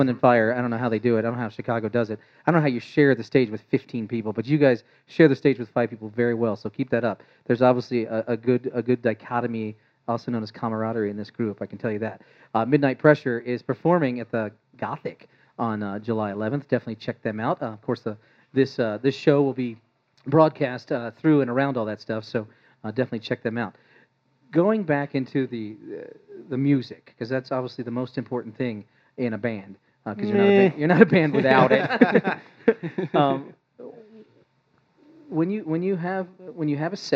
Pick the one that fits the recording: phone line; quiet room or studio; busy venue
busy venue